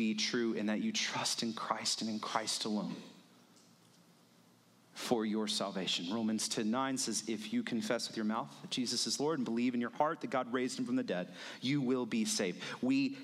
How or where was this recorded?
large echoing room